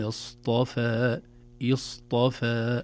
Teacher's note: الصاد والطاء مفخمتان والفاء بمدها رقيقتان · Term: التفخيم